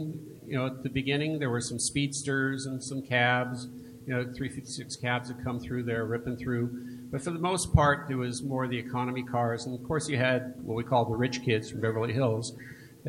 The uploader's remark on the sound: Outlaw Porsche Panel at the Petersen Automotive Museum in Los Angeles.